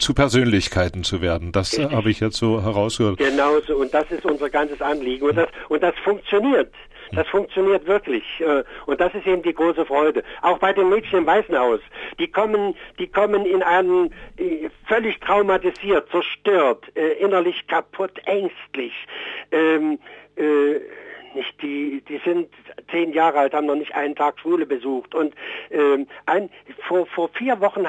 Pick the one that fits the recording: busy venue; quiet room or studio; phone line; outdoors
phone line